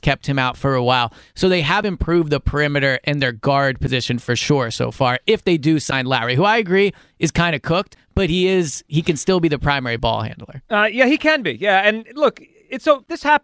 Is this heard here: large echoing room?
no